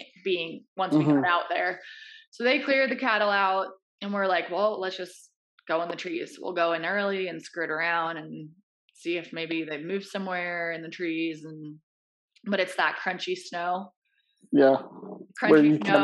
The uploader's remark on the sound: apologies on sound quality for this episode